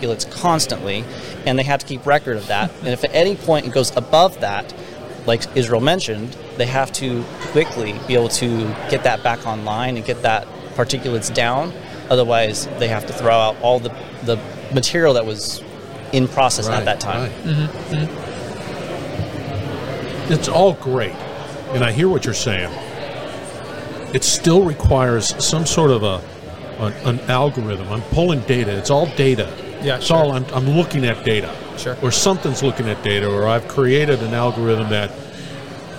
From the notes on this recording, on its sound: IoT and asset management at a conference.